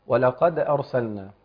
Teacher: ولقد أرسلنا، حرف الدال والقلقلة في حرف الدال طبعا هي أدنى مراتب القلقلة